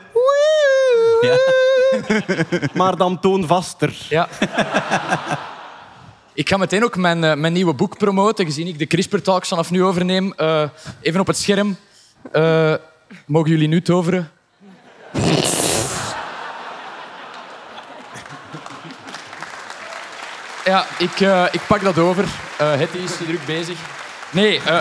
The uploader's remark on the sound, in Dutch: Live vanop het Nerdland Festival!